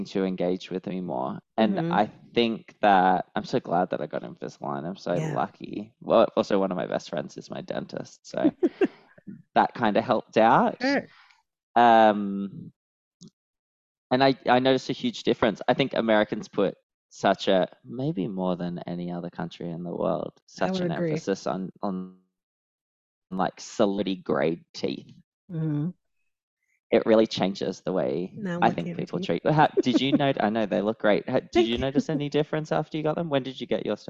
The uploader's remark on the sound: This podcast was recorded via Zoom.